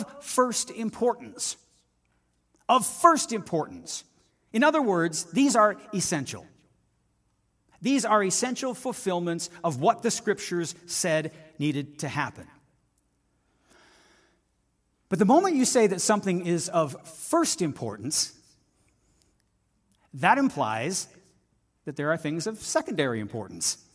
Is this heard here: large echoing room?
yes